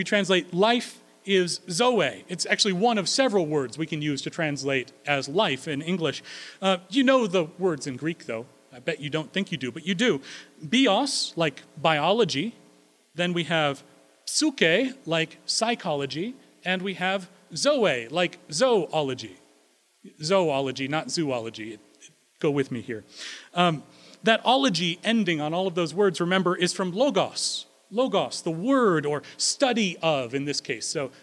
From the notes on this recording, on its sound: Recorded April 3, 2016 at Corona United Presbyterian Church